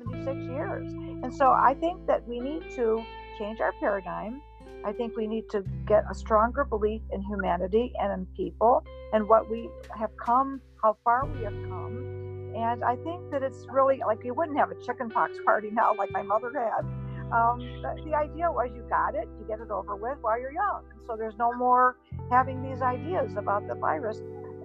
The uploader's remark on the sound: Please be aware we had some technical issues at the end of the show so it cuts off quite abruptly.